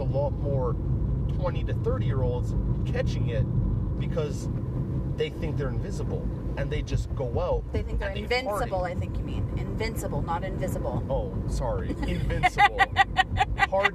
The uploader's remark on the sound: Picked up the wife and sprung this on her lol. I wanted to try out a recording while driving in the car from her work.